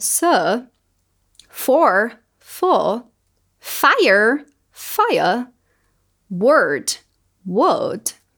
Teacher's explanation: lembrando do sotaque britânico, que no final a gente não fala esse er tão forte